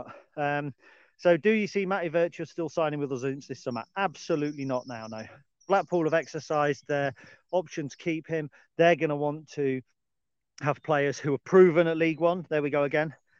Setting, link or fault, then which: setting, outdoors